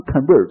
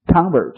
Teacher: 名词叫重音在前面叫 convert · Shown in: second take